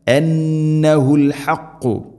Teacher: അന്നഹു ഹ തൊണ്ടയുടെ താഴെ ഭാഗം, തൊട്ടപ്പുറത്ത് അൽ ഹഖ് ഹ തൊണ്ടയുടെ മധ്യഭാഗം